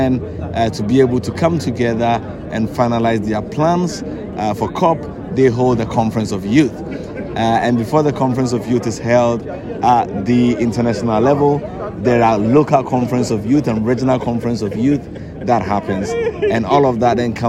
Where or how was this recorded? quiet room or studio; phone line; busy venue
busy venue